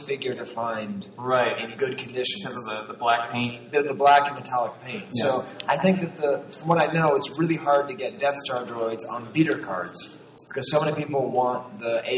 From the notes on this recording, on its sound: The sound quality is a bit rough, and most of the room sale audio was lost.